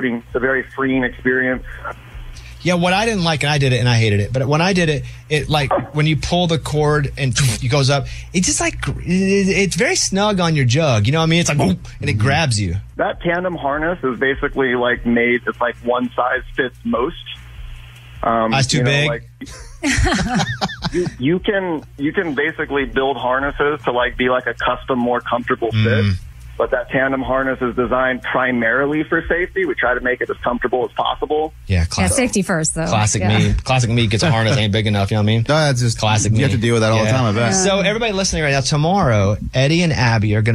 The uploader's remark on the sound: Two of their instructors call